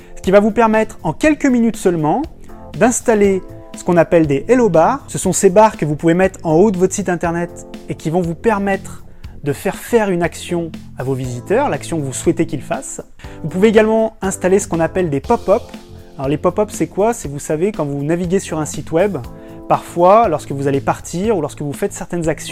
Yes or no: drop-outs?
no